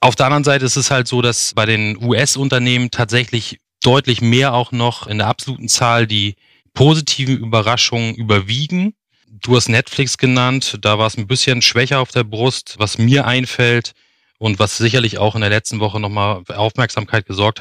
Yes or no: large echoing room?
no